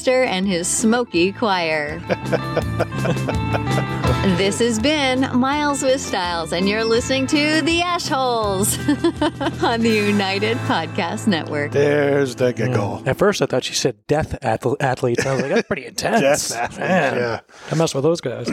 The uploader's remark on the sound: As we broadcast live on location from Studio 21 Podcast Cafe high above Two Guys Smoke Shop in Salem, New Hampshire on the United Podcast Network.